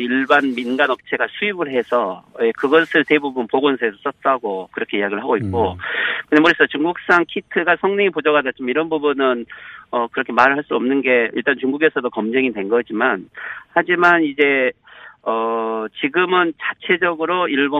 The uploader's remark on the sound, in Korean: 전화연결